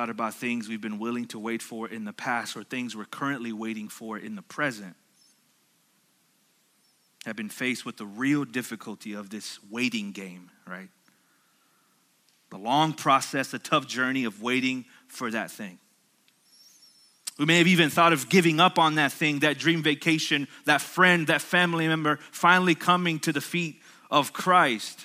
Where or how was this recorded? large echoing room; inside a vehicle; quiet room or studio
large echoing room